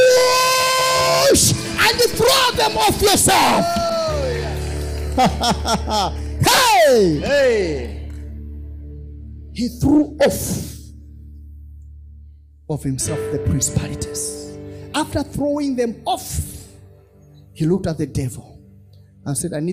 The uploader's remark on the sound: This episode was extracted from our Live Church Service